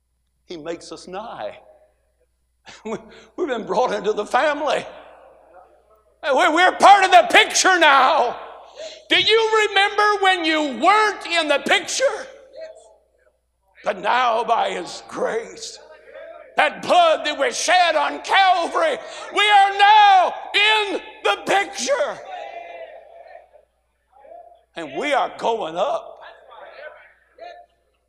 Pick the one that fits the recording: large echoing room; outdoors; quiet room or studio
large echoing room